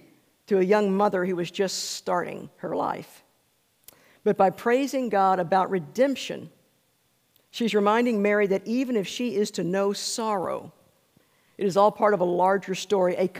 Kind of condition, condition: setting, large echoing room